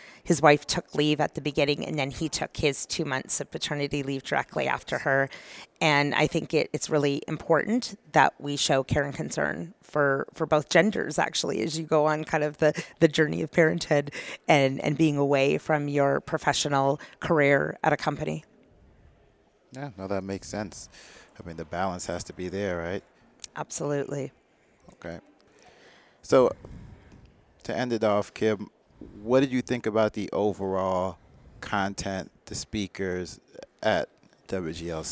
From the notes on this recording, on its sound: At Gulf Energy Information's Women's Global Leadership Conference in Energy.